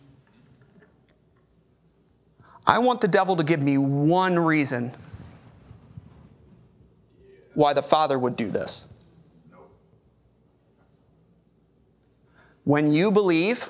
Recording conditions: large echoing room